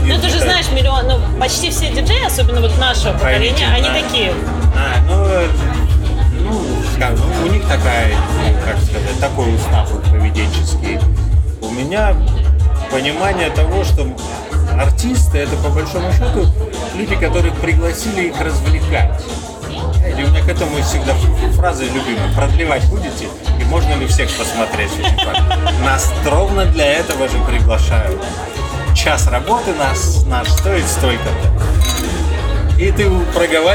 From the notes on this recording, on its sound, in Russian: А за шумы на заднем плане в ответе классный бар “Вода”